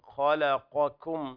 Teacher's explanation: لابد من تفخيم القاف واستفال الكاف يعني السلاء يكون في القاف والاستفال في الكاف خلقكم هكذا مراعاة